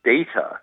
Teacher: that Latin loanword needs to have a long vowel sound in that first stressed syllable